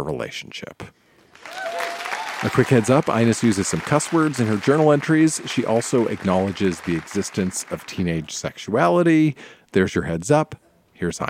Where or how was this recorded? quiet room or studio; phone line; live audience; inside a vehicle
live audience